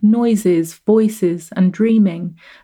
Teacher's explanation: ending lines with unstressed syllables like noises, voices, and dreaming that give a gentler feel to the line